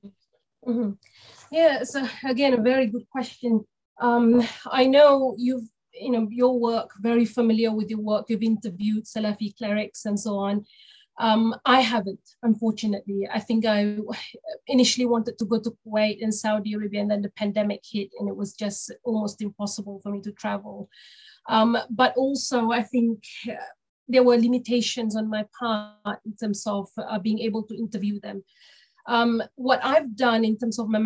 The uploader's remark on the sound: This public talk was conducted online via Zoom